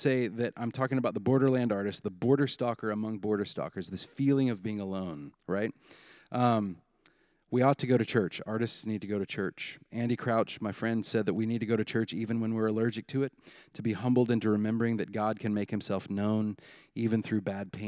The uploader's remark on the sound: presented by Asbury Seminary Kentucky Chapel, recorded on Thursday, November 9, 2023 at Asbury Theological Seminary's Kentucky campus